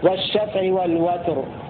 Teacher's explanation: والشفع والوتر هكذا لحمزة والكسائي. الباقون يقرؤون بفتح الواو مع تفخيم الراء والشفع والوتر لأن قبل الراء ساكن وقبل الساكن مفتوح.